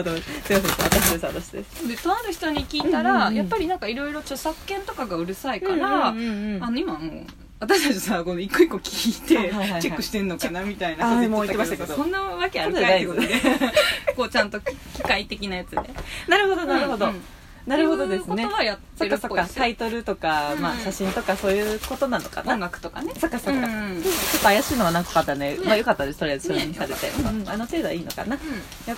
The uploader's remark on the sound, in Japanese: 岐阜県岐阜市内からから車で1時間。愛知の犬山というエリアにあるキャンプ場に潜入！ティピーという円錐型のテントの中で火を焚きながらの収録です。